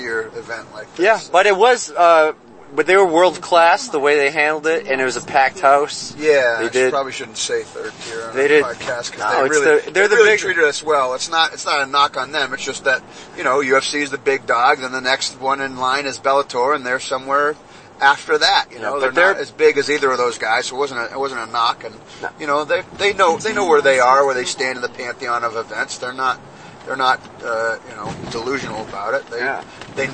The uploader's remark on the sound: This supplementary podcast was compiled of audio recorded on the ride to, at, and ride home from CES MMA 32. This CES event was the first event we covered live in an "official press" capacity.